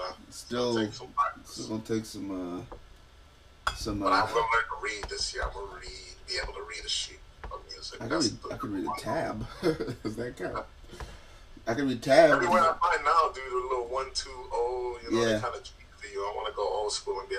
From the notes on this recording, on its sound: Sorry for all the noise I didn’t realize the mics were so sensitive